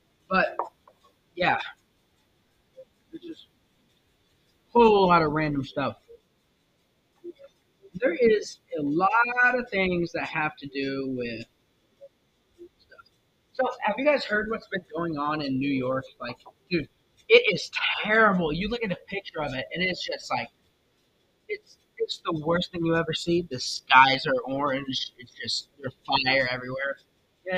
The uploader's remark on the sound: I was waiting for a new microphone and it got here. The microphone audio messed up.